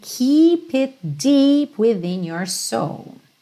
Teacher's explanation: preste atenção nesses dois E's que sempre vão ser esse I longo, como no queijo, cheese, ok?